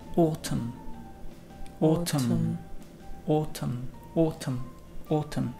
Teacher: But the N is muda, entonces decimos autumn